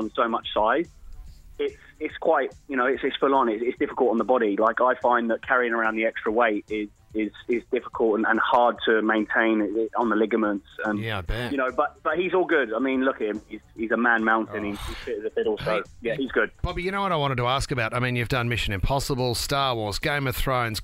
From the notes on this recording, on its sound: Dials in to chat with us.